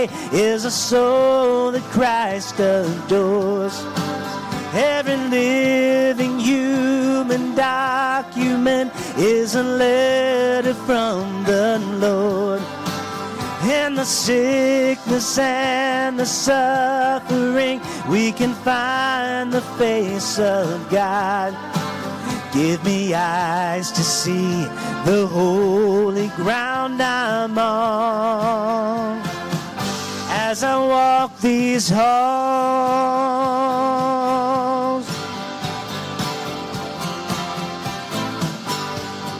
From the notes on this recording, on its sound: This week’s episode was recorded live on Sunday Morning, June 11th, 2023, from North Vernon, Indiana, at the Church of the Nazarene.